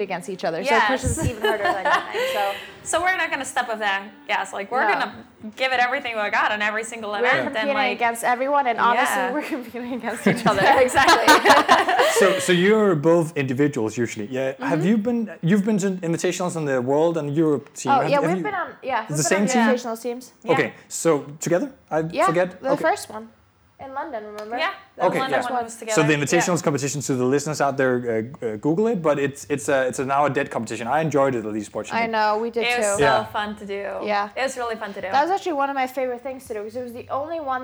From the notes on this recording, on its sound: It was recorded during Reebok Butcher&#039;s Classics 2019, a traditional Danish CrossFit Competition. It was recorded during Reebok Butcher's Classics 2019, a traditional Danish CrossFit Competition which this year brings back CrossFit to Ballerup Super Arena.